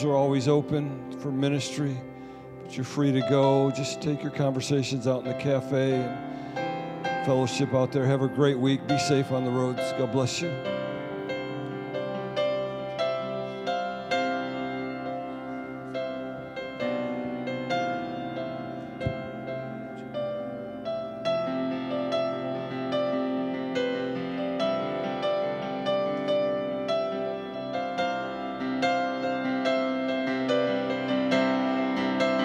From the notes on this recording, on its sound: Sunday Service Recording